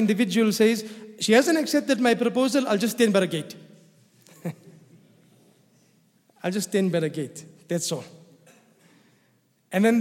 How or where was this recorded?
large echoing room